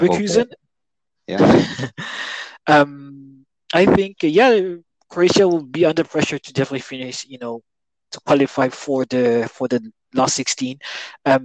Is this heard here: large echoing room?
no